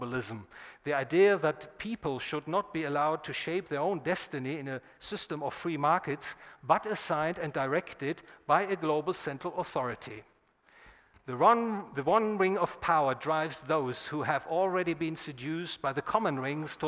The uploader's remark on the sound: recorded at the Property and Freedom Society in Bodrum, Turkey, 16 – 21 September 2021